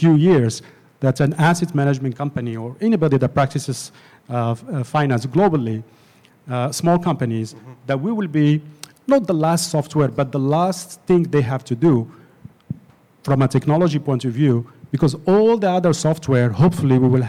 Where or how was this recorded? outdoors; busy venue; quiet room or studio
busy venue